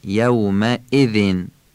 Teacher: و نکته دیگر این که همزه یومئذین رو اون تیزیشو ادا کنیم، رد نشیم به راحتی. یومئذین این تیزی همزه رو بهش میگن نبر همزه، این نبرشو رعایت کنیم.